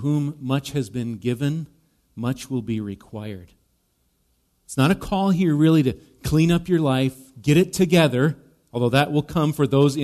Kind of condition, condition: setting, large echoing room